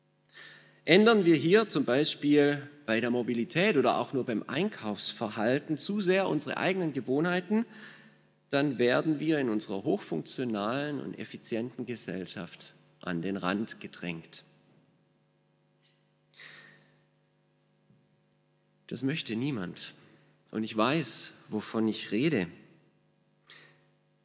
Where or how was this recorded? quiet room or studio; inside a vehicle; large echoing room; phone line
large echoing room